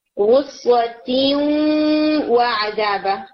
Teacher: جیسے آیہ نمبر 13 میں ورڈ آ رہا ہے غصوتیوں وعذابا، تو آپ جب اس کو ملاتے ہیں تو آپ غنہ کریں گے غصوتیوں وعذابا، ناک میں آواز لے کر جائیں گے. تو یہ ادغام غنہ سے ہو رہا ہے، یعنی جو مرجنگ ہو رہی ہے وہ غنہ کے ساتھ ہے.